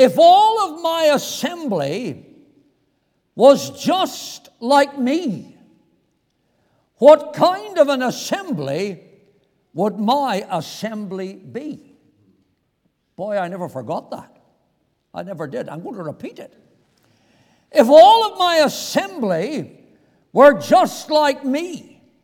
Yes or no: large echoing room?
yes